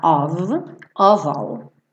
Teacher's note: OF, mas tem pronúncia de OV, sempre, toda vez, sem exceção